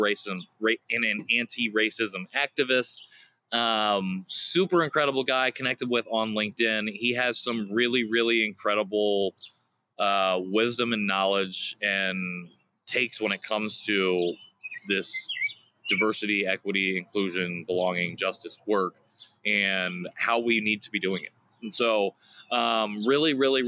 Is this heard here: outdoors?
yes